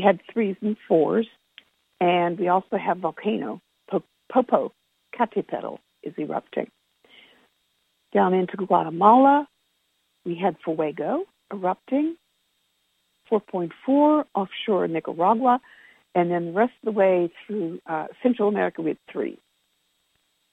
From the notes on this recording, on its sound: Conference Call LIVE.